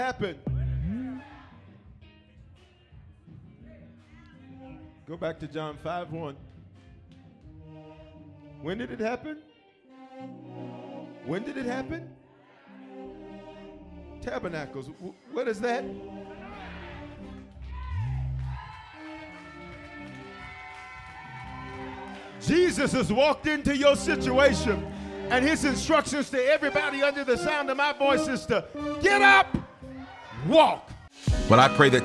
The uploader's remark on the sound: 2020 History Makers Conference Night 2